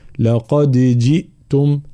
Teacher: ثم بيان كسر الجيم، لقد جئتم، لا ج لا جي